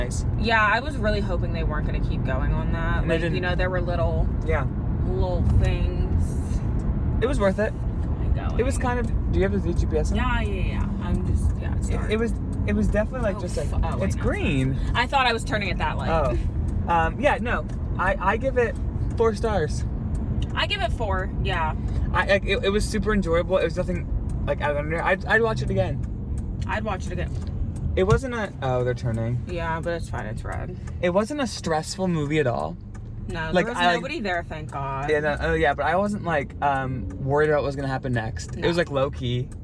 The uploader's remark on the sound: We filmed this in the car because the theater we went to was far af...